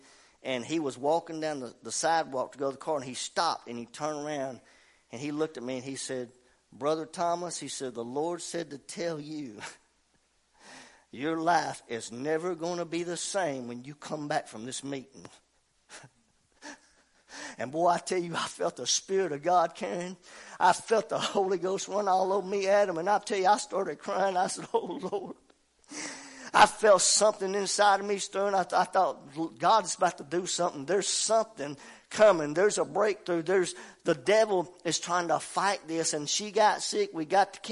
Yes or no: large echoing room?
yes